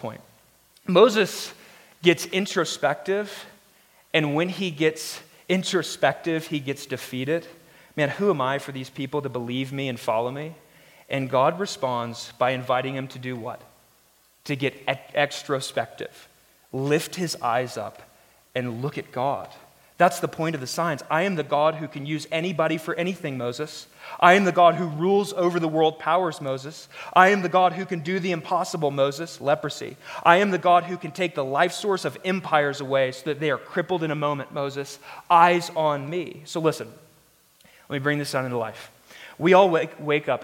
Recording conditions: large echoing room